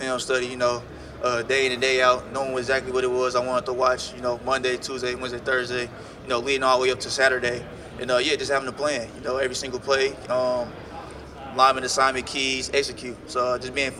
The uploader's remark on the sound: Press Conference from the NFL Combine